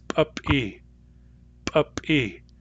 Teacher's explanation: the word for ear is p-e, p-e, and that starts with a glottalized p